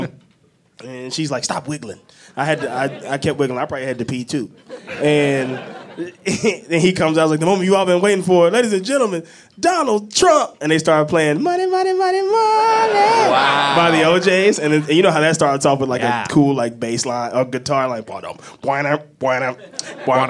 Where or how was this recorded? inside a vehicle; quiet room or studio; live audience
live audience